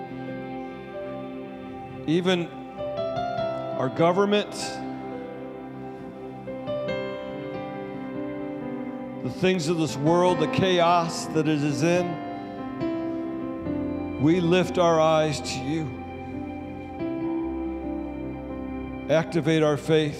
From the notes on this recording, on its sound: Sunday Service Recording